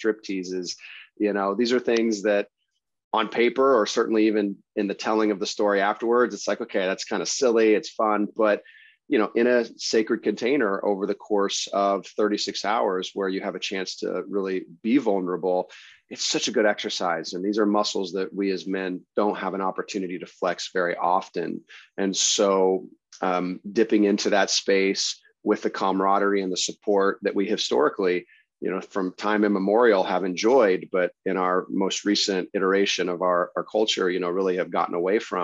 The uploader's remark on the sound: I generally start the podcast as soon as I connect with my guest on Zoom. The podcast has a little bit of a jump at the beginning.